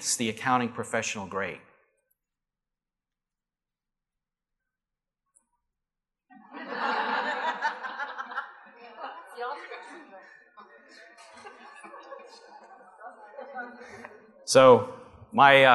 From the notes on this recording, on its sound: Live Broadcast at the The IPBC IGNITE Conference.